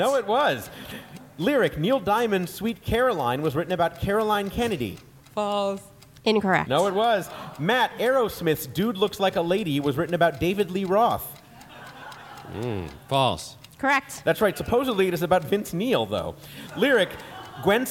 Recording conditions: busy venue